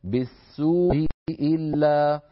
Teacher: بتسهيل الأولى من الهمزتين الملتقيتين · Term: الهمزة المسهلة